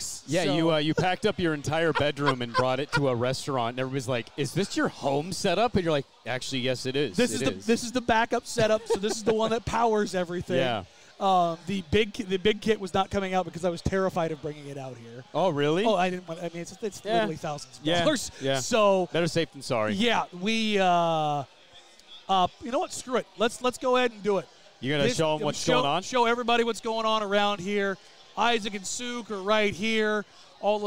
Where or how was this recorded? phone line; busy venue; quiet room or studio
busy venue